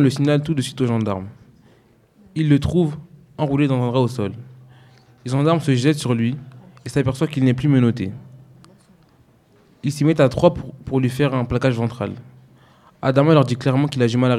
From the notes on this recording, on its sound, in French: Cette émission participative a été enregistrée, en public à la médiathèque Abdelmalek Sayad, au Musée National de l’Histoire de l’Immigration, le 21 mars 2017. À l’occasion du Grand Festival. Des micro-trottoirs.